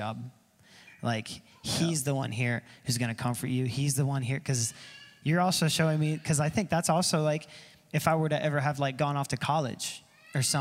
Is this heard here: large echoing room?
yes